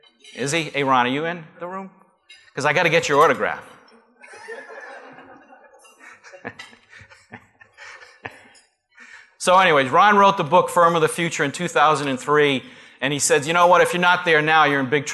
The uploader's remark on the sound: Live Broadcast at the The IPBC IGNITE Conference.